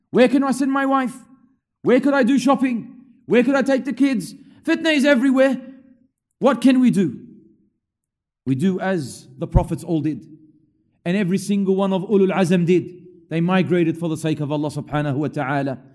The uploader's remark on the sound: LIVE from Masjid Al-Azhar, Belmore